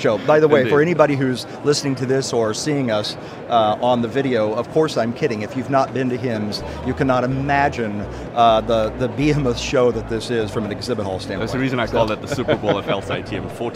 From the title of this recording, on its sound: LIVE from #HIMSS16